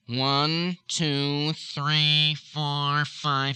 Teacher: You can hear that air going into my nose and not being allowed to come through the front.